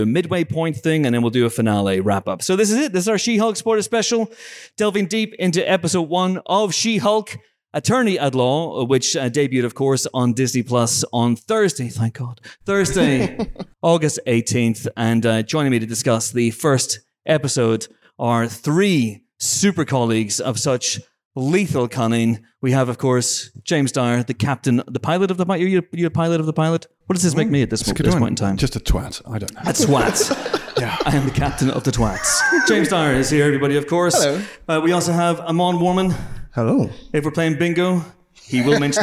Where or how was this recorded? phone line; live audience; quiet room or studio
live audience